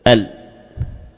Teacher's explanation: L ya, namun apa, suara kemudian tidak bertahan pada arah menempelnya tepi depan pada gusi ya, dia akan mengalami pembelokan arah ya, ke arah kiri dan kanan ya. Oleh karena itulah kita mendapati suara lam tidak berhenti.